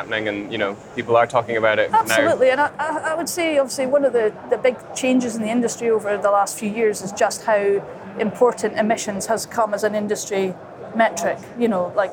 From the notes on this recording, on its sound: On the second day of the Offshore Europe Conference